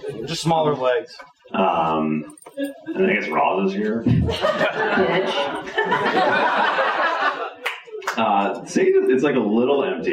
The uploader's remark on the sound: Live Show 2015. Record this episode live in front of a studio audience. We put on a visual show so that the audience had something to look.